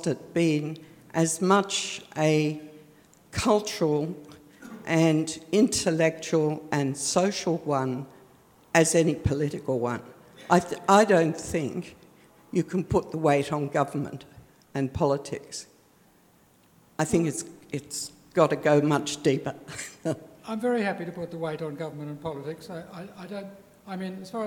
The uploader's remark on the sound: This major public lecture is the culmination of his Fellowship. At the University of Sydney as part of the Sydney Ideas Lectures series.